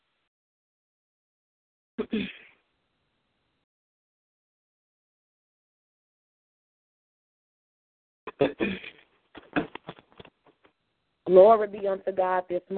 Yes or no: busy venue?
no